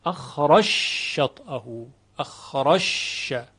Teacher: این جیم در شین ادغام میشه